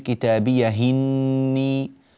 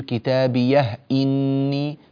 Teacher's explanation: نقل حركة الهمزة من إني إلى الهاء الساكنة قبلها · Shown in: first take